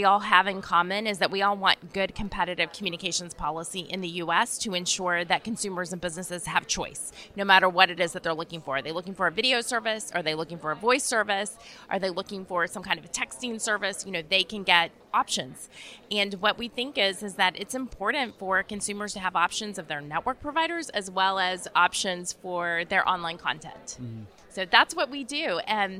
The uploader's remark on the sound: This week on the podcast, while attending the 2022 Broadband Communities Summit in Houston earlier this month